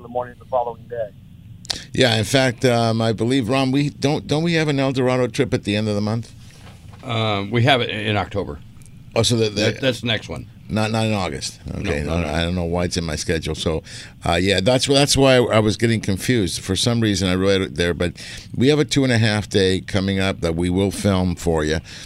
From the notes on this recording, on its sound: "LIVE" from Angel Stadium in Anaheim, CA